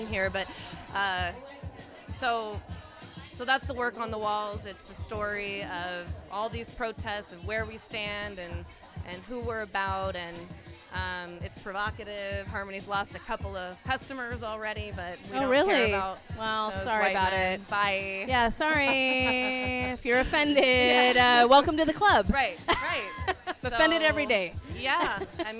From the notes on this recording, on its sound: Coming to you live from The Social Study in the heart of the Fillmore district of San Francisco at the "That's What She Said" monthly speaking event.